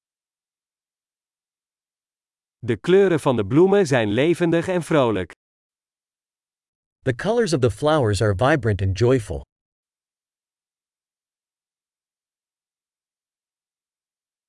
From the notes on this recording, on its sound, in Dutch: Is het niet heerlijk om deze eekhoorns te zien rondrennen? Het geluid van de kabbelende beek werkt therapeutisch. Het panorama vanaf deze heuveltop is adembenemend.